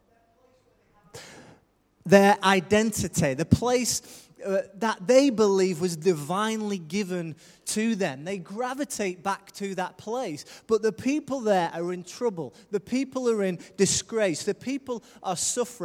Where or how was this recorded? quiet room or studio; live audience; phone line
live audience